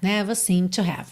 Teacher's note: Mais uma vez a gente não escuta seemed no passado, porque já junta com to.